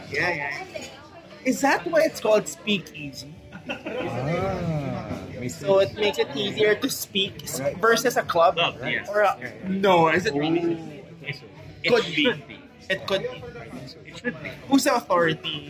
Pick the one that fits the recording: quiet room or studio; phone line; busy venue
busy venue